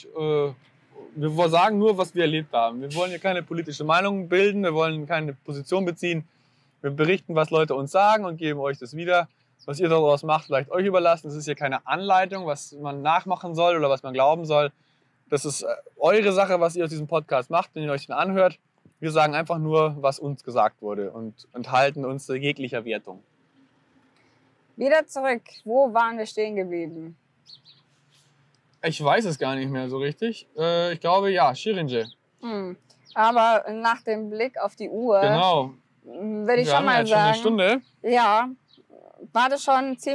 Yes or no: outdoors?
yes